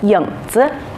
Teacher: 影子要读轻声，轻声读得又短又轻。跟着老师读一遍，影子。影是后鼻音，请大家注意老师的口型，和老师读两遍，影。